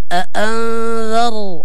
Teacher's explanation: الراء مفخم أأنذر، لأنه يعني الراء ساكن قبل مفتوح